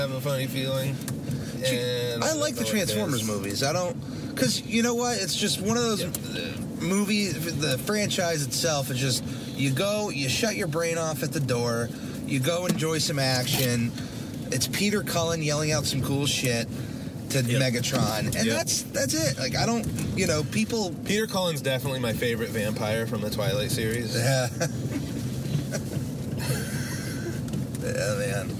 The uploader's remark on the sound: The Car-Cast. A free formed conversation in the car.